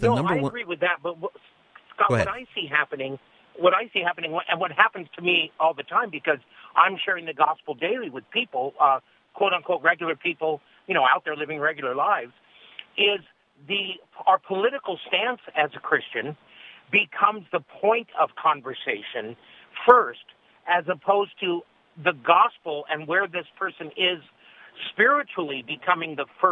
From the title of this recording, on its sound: Open Phone Friday